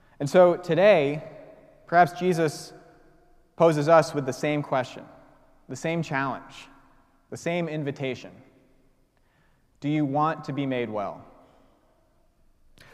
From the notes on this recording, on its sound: preached at the celebration of Holy Eucharist on the Sixth Sunday of Easter